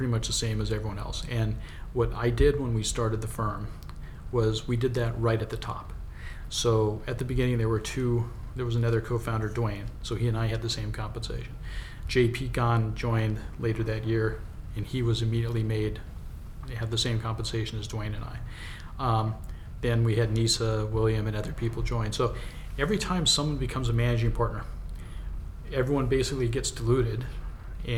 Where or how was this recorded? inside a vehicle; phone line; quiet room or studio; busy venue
busy venue